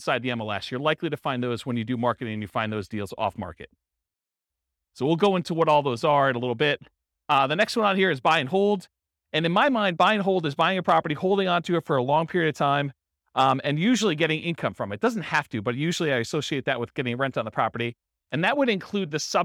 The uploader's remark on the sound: This was a live class recorded in Fort Collins